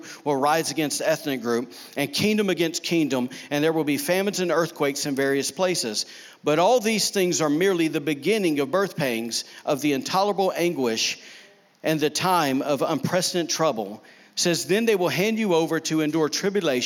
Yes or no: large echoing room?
yes